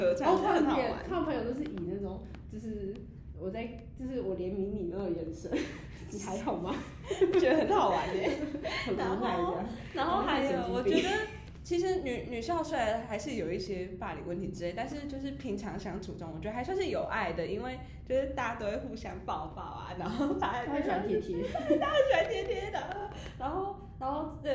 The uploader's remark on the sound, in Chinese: 因為我們錄音被提醒音量降低，。所以後半段有一段比較小聲，。